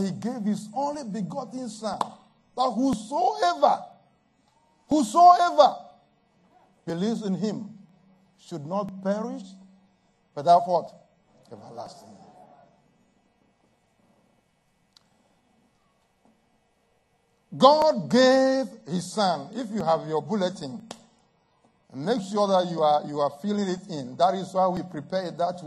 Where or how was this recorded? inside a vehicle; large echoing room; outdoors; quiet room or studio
large echoing room